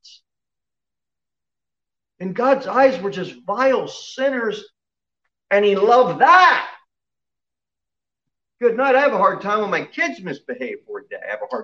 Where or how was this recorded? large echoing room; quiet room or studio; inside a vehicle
large echoing room